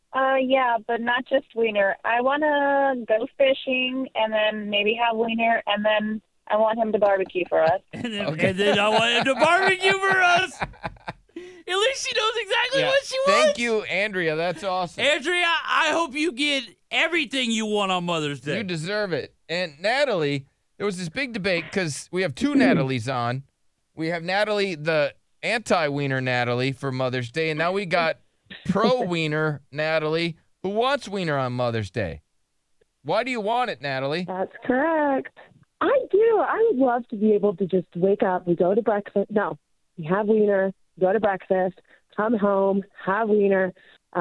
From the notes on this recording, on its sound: some moms call